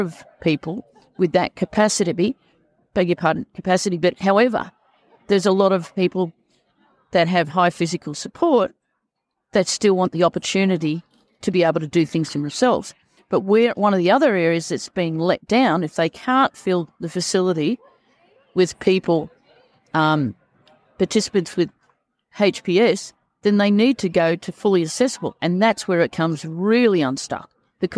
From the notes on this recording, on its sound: Was recorded live at the event. Brisbane Care Expo (Sep 2022). Speaks with a few different exhibitors.